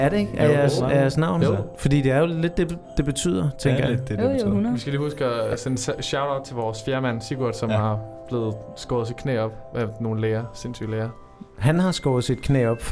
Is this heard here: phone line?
no